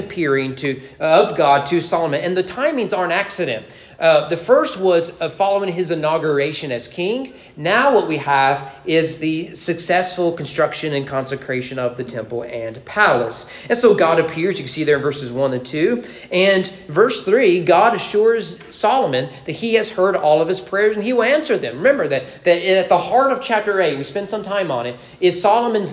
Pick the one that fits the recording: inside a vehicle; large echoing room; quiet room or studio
large echoing room